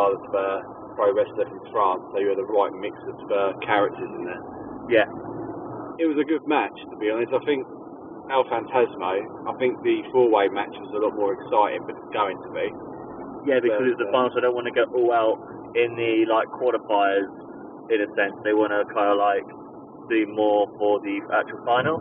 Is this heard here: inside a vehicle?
yes